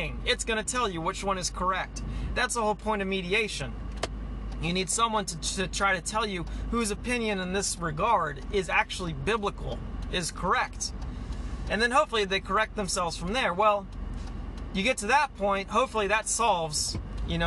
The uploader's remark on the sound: Sorry this was recorded in the car.